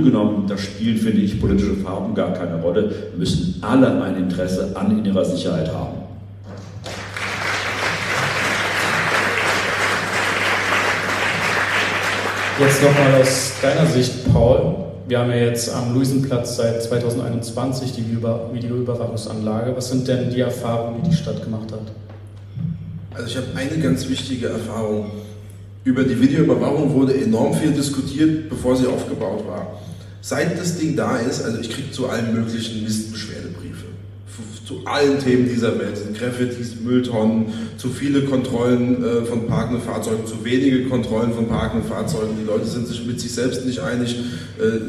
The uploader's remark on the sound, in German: in einer LIVE-Aufzeichnung vor Publikum